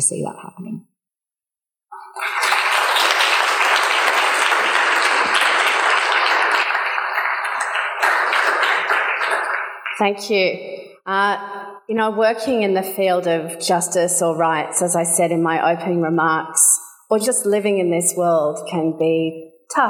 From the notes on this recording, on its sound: Audience Q&A